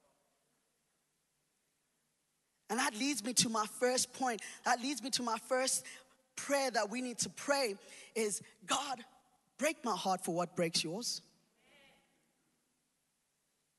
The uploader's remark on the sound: Recorded live on Sunday the 3rd October 2021